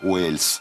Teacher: делала эту L мягкой, да, происходила палатализация, чего нет в английском языке